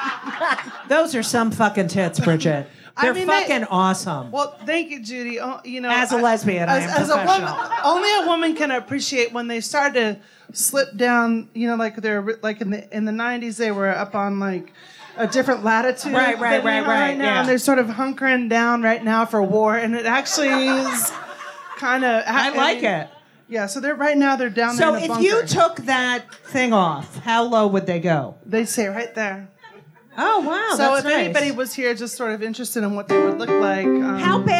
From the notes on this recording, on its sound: LIVE from Club Cumming. LIVE from Club Cumming.